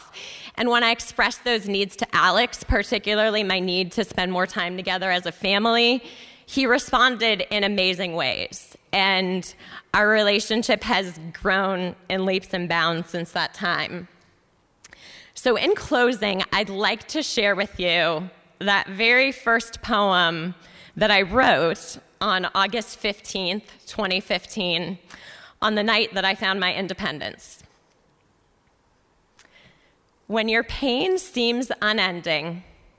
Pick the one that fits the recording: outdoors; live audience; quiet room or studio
live audience